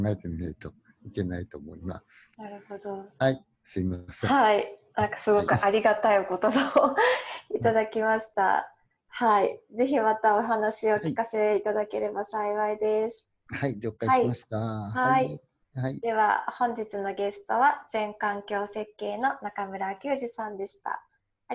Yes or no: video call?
yes